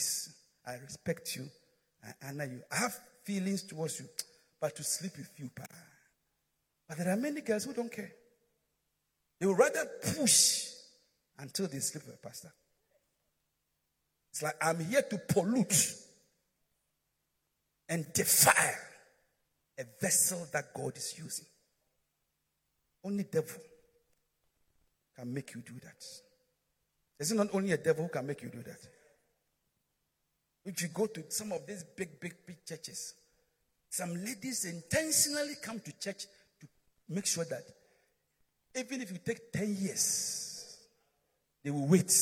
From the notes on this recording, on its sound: Preached at Midweek Service